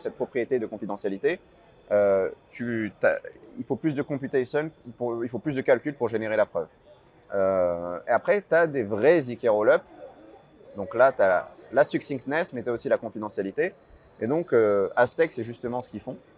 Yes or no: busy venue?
yes